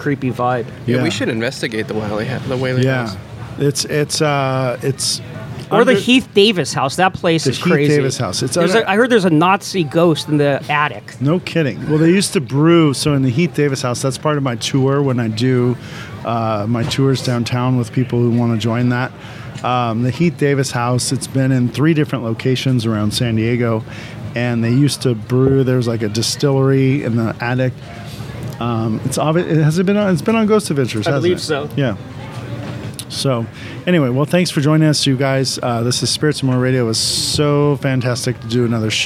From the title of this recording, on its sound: Live from Creep It Real OC 2021